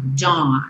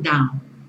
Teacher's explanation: Esse AU você vai falar como se fosse um O bem nasal. · Shown in: first take · Dawn, não down.